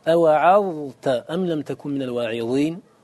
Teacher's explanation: الظاء مع التاء متقاربان في المخرج لكن الظاء فيها صفة الاستعلاء ولم يذكرها من قبل فيها صفة الاستعلاء وقد نقول إن فيها صفة التفشي ولم يذكر فمن أجل هذا تبان عند التاء.